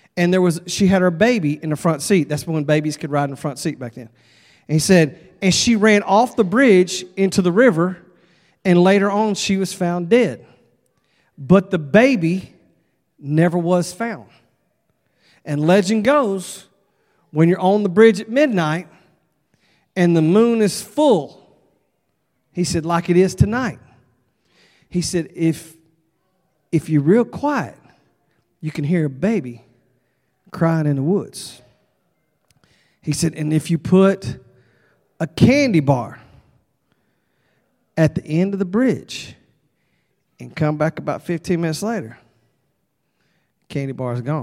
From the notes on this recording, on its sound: at Broadway Baptist Church, Lexington, Kentucky